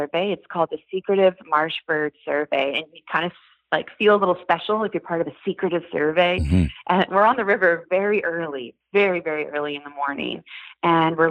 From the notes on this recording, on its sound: Via internet phone.